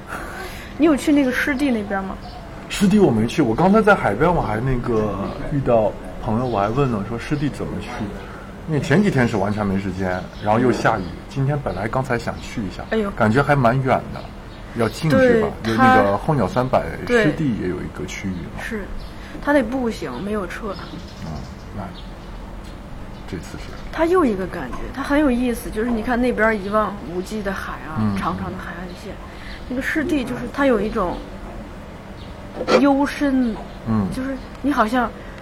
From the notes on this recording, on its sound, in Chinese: 本期插曲是在阿那亚录制的鸟叫、流水声与海浪声。而片尾，给大家送上，晚上10点海边放映之前的篝火、碰杯、海浪声。阿那亚戏剧节专题。